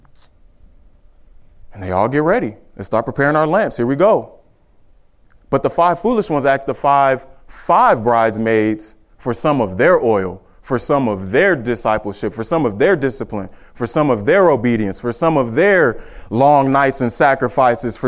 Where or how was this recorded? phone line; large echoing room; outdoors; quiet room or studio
large echoing room